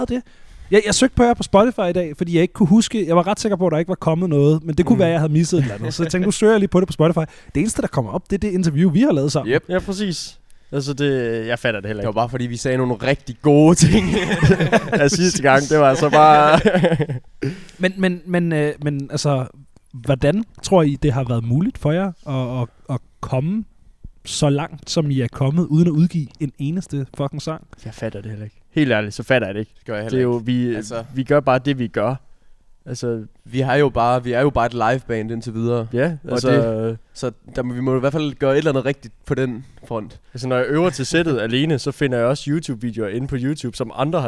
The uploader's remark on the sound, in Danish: mini-episode optaget på When Copenhell Freezes Over 2023